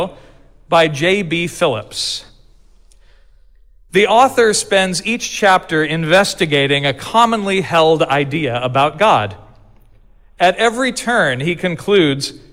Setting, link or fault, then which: setting, large echoing room